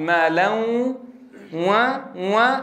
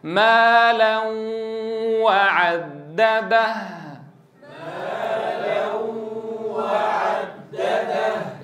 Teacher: تنتج واو تصحبها غنة مطولة · Shown in: second take